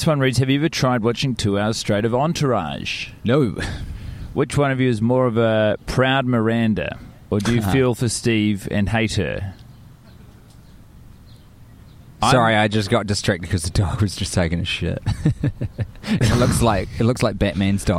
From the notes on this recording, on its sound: in a dog park in Chicago enjoying the sights, sun and canines